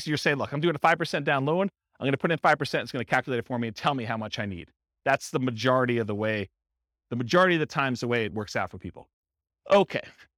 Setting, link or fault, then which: setting, live audience